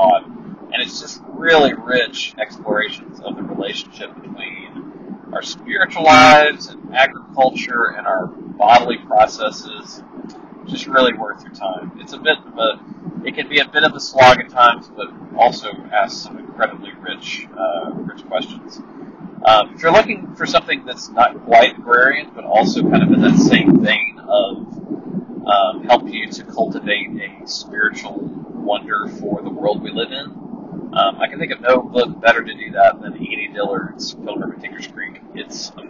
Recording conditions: poor microphone